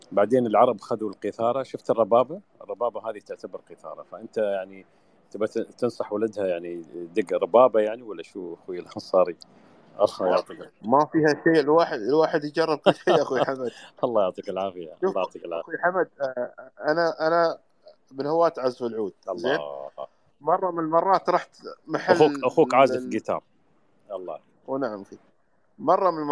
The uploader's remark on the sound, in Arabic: تسجيل لمساحة ابن رشد الأسبوعية على منصة تويتر